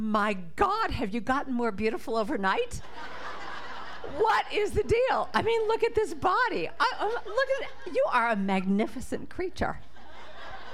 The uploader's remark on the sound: This talk was recorded live at the Center for Spiritual Living Prescott on October 29, 2023.